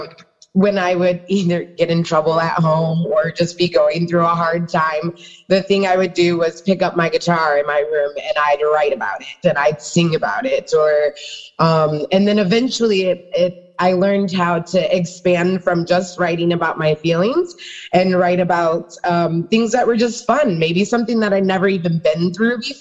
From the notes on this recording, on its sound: Episode was recorded on zoom. Sound quality may be better with earbuds.